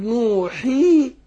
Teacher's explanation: الياء هي ساكنه الحاء قبلها مكسوره تبقى الياء ماديه